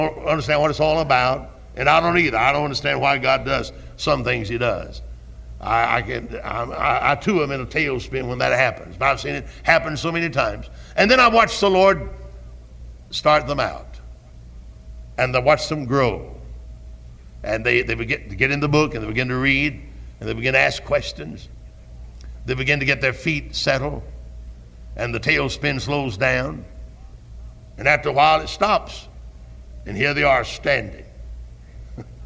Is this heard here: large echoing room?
yes